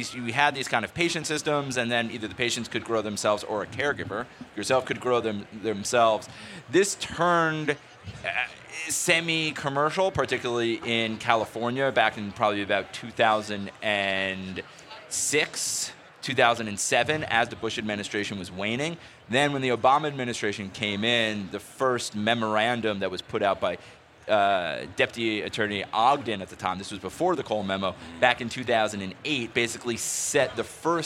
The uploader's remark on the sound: Recorded at MJBizCon 2023